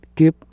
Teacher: the voiceless, bilabial, unreleased stop, which occurs only in final position